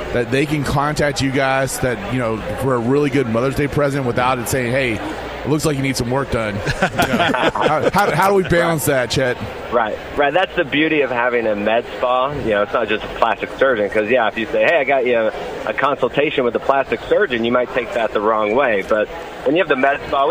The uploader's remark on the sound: live from Churchill Downs